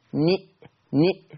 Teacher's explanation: اني شبكت النون المكسورة في الهمزة